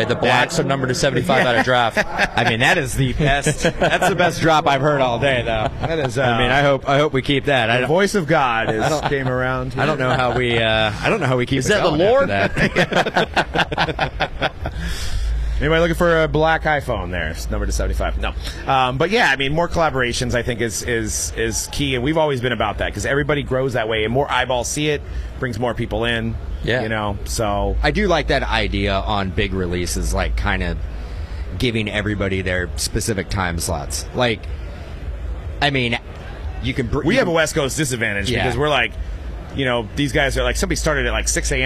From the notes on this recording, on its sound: LIVE from the Burbank Card Show. From the Burbank Card Show in Anaheim. On the Hobbzi stage.